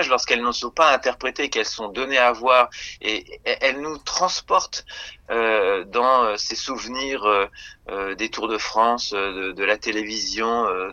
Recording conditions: phone line